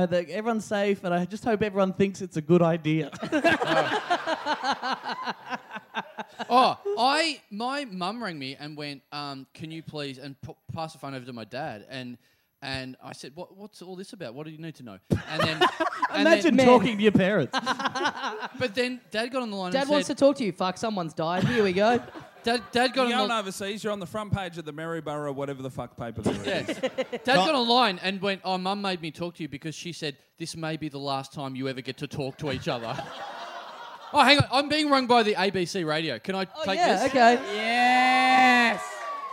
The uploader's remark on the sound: Recorded LIVE at the OZO Chaweng Resort in Koh Samui on June 1, 2017.